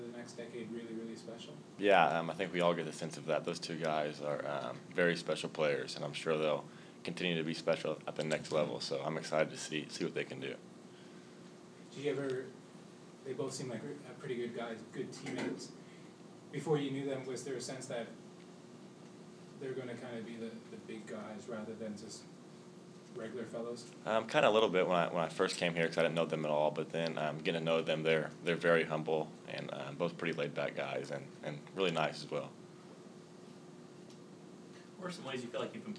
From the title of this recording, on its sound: Press Conferences & Post-Game Interviews